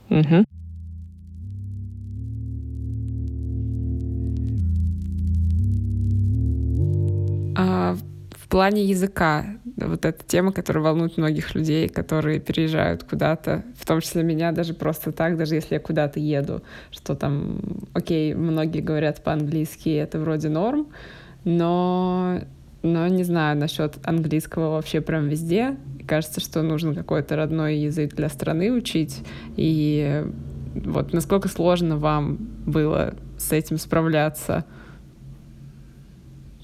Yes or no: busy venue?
no